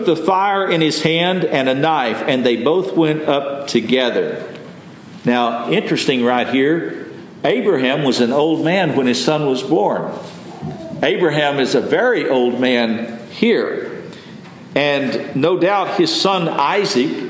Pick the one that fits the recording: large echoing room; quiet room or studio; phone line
large echoing room